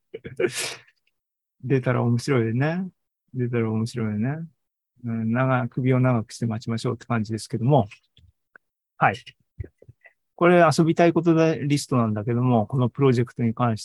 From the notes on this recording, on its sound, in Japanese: ２０２３年７月２９日に開催した ZOOMライブの模様です